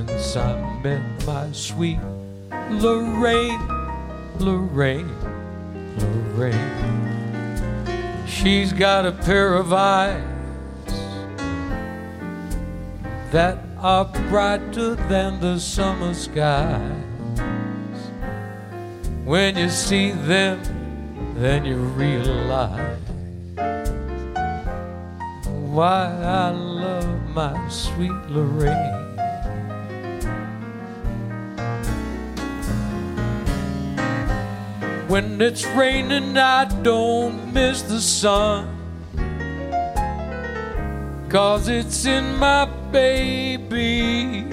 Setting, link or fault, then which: setting, live audience